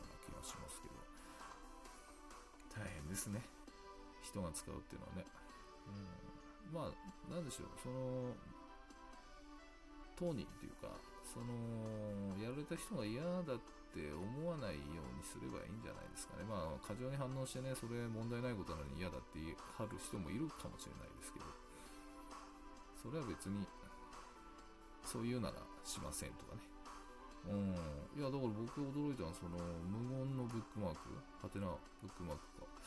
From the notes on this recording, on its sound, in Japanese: ちょっと音声小さいですか？